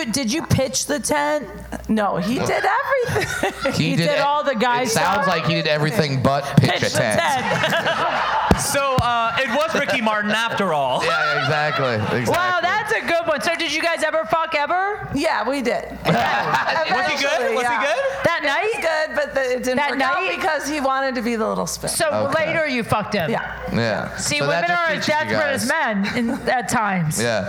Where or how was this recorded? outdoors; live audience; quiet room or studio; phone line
live audience